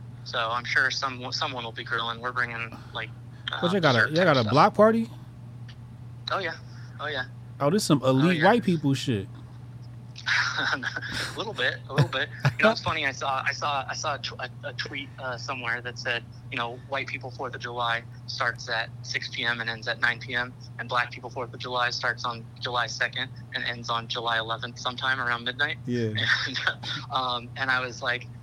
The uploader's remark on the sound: The Grift Report (Call In Show).